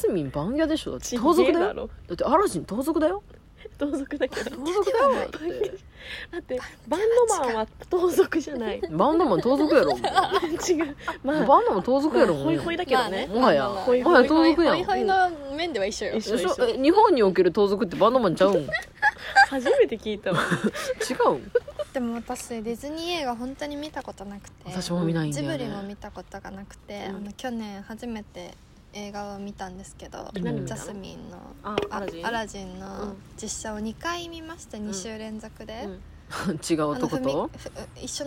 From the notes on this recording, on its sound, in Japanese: 外で収録していますが、意外と静かですね。